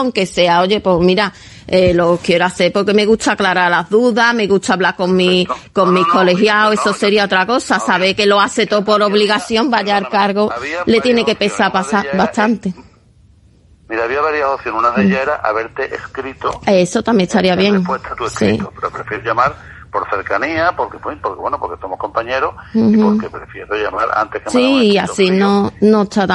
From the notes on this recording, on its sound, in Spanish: Conversación telefónica